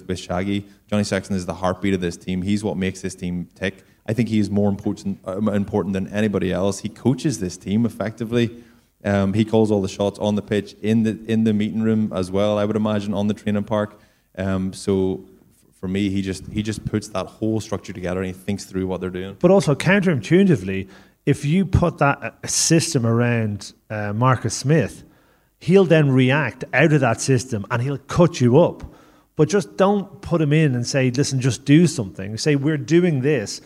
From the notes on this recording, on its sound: Live from the Liberty Hall. This is a very special bonus podcast recorded late last night at Dublin's Liberty Hall Theatre.